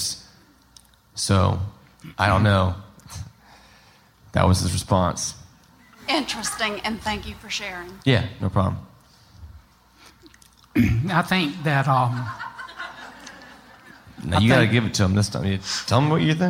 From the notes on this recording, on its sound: On July 30th at Terminal West in Atlanta we gathered with a few hundred Up and Vanished supporters to listen to the Season finale live, followed by a Q&A.